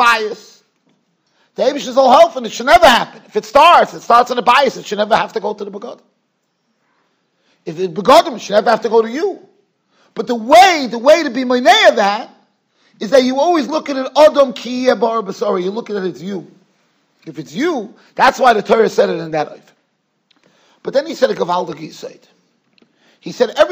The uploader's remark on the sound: Shiur recorded in Yeshivas Ohr Reuven, Monsey NY.